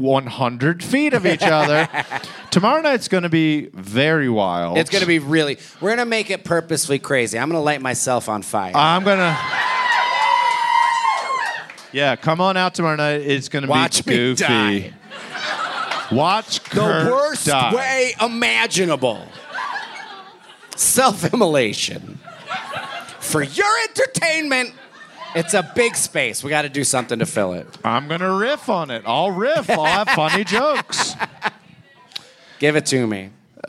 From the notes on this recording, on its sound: It's Bananas live from Denver!